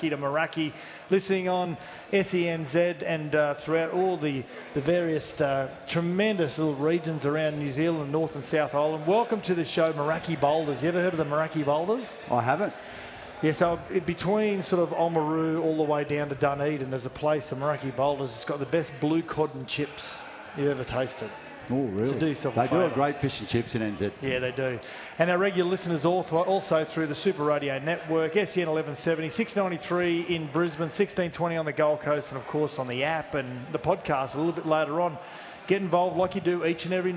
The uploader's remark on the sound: Live from The Sporting Globe in Logan